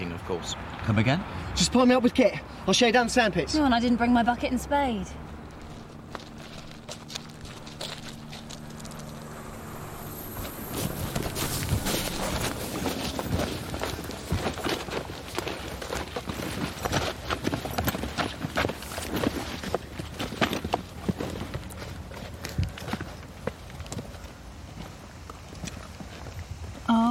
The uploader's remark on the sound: It was recorded on location at Horsell Common, Surrey.